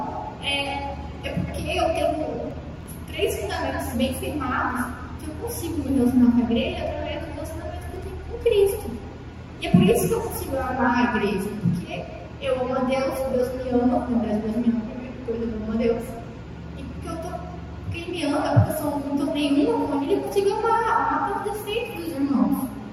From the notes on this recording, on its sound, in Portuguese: Culto de experiência Ao Vivo/Online da rede Alfa, a rede de jovens e adolescentes da Igreja Batista Nacional Peniel de Cuiabá.